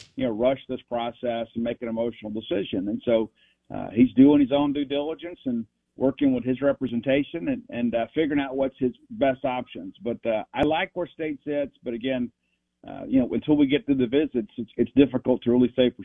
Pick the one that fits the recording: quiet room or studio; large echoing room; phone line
phone line